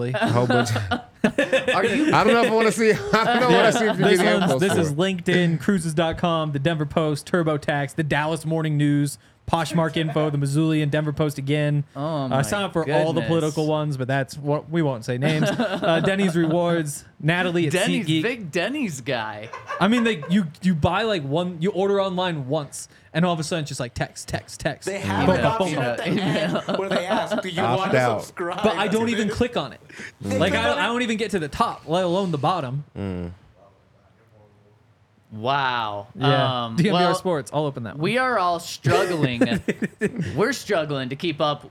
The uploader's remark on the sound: coming to you LIVE from the DNVR Bar